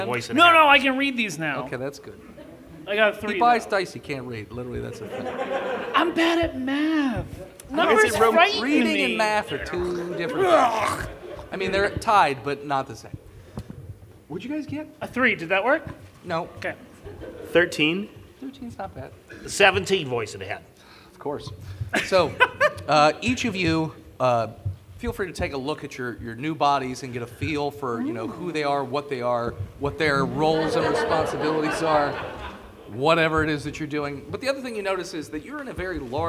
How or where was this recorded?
live audience